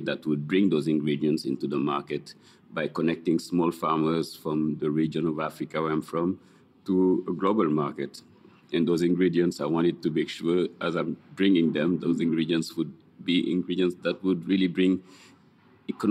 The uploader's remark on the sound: “On the Road” at Worlds of Flavor 2022 in Napa, CA. Worlds of Flavor is a 3-day International Conference and Festival that includes culinary demonstrations, presentations, panels, and workshops, plus, its famed world marketplace tastings and live fire and teaching kitchens at its beautiful campus. Today’s show includes two guest interviews from the conference.